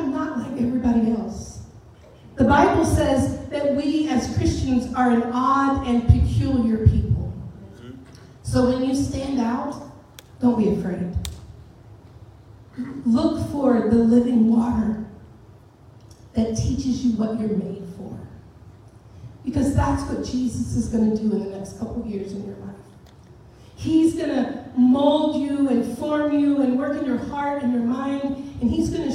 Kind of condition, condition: setting, large echoing room